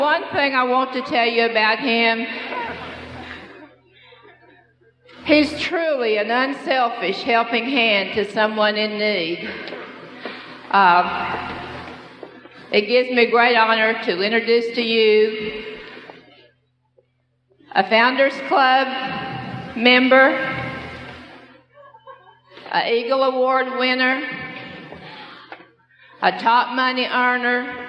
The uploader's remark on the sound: This session was originally recorded at a national convention